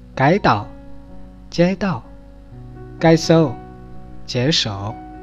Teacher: 在重庆方言里面仍保留着古音，读成舌根音